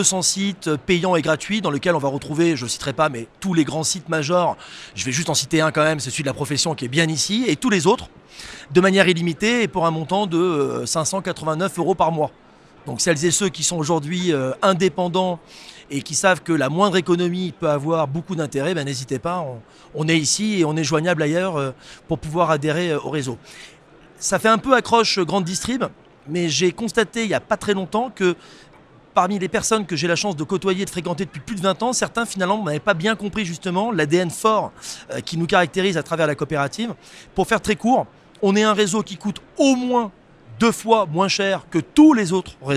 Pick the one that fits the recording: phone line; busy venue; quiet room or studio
busy venue